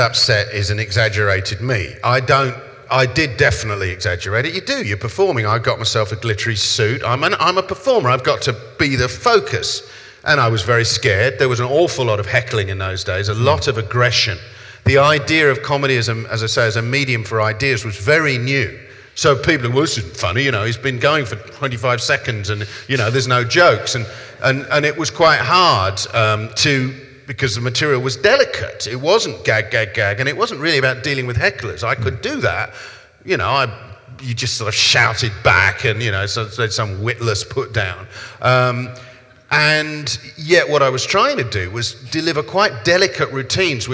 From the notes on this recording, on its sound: In this live recording of our event